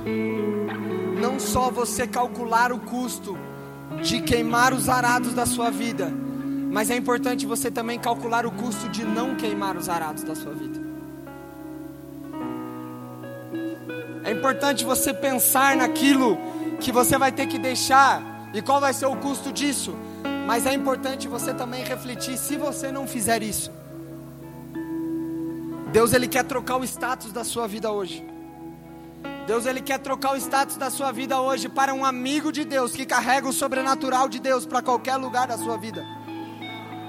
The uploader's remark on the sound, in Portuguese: Palavra gravada no Conferência Apostólica da OBPC Pinheirinho